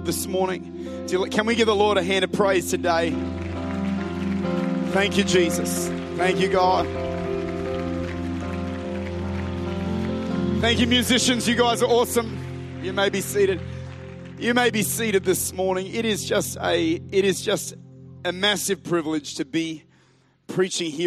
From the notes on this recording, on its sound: Recorded at Bridge Church, Melbourne.